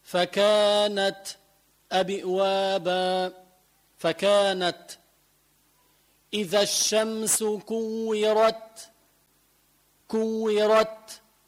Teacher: أثناء النطق بالحرف بشعر أنه في نفس خفيف عم يطلع مع الحرف · Term: الهمس